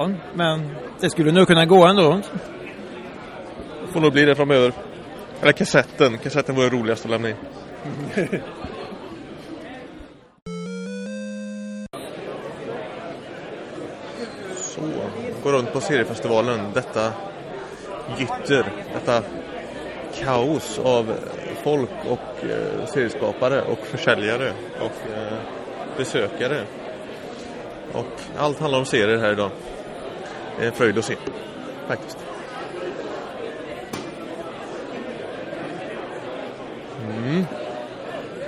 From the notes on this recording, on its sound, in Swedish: Har bord på Stockholms Internationella Seriefestival. Direkt från försäljningsbordet, mitt i festivalvimlet.